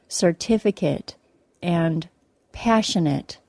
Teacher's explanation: When a noun or an adjective has the ATE suffix, the ATE is pronounced with a short I sound, like it, as in the words certificate and passionate.